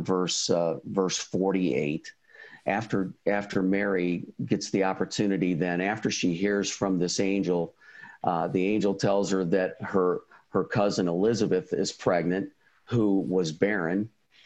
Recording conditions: video call